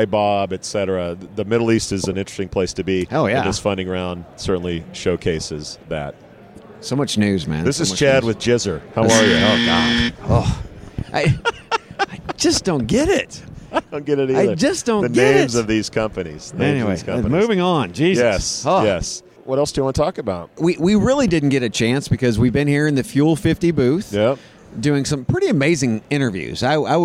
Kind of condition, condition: setting, busy venue